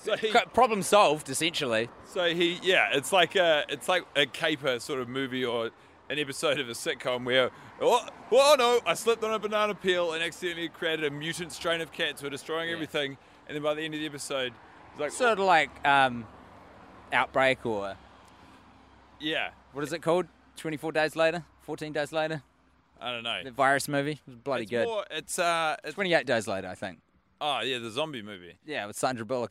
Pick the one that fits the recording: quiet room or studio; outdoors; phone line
outdoors